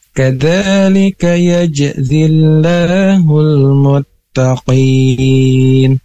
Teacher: ada tekanan karena qalqalah, yaitu jim mati